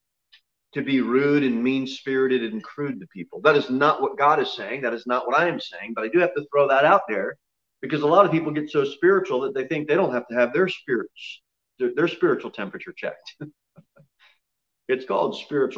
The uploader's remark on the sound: Sermon delivered at Pilgrim Baptist Church on Sunday, December 20, 2020, at 10 am. Jere Whitson Rd.